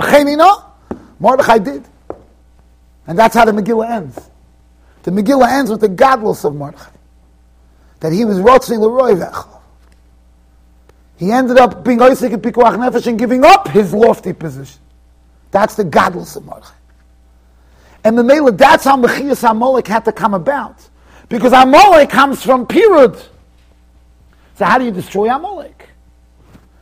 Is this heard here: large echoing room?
yes